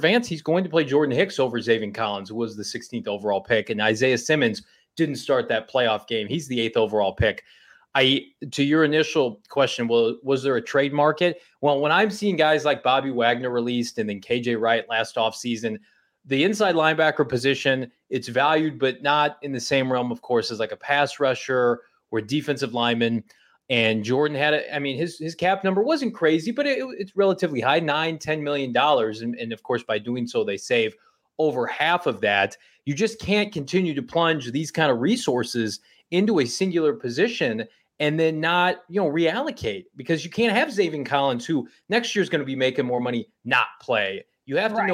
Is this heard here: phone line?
no